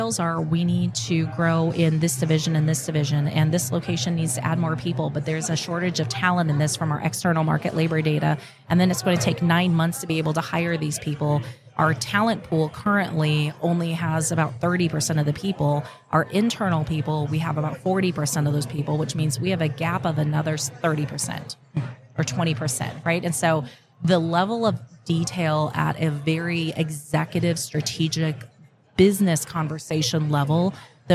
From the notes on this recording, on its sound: Live at the HR Tech 2022 conference